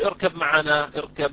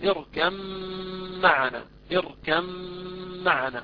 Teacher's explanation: فننتقل مباشرة من الكاف إلى الميم المشددة · Shown in: second take · فنقول اركم معنا اركم معنا. · Term: إضغاما كاملا